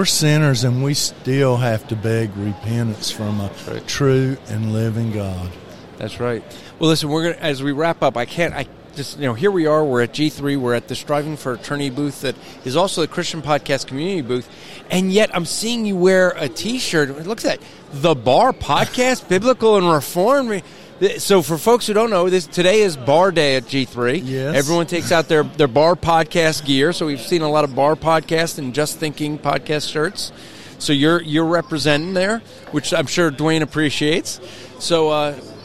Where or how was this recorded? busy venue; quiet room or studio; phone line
busy venue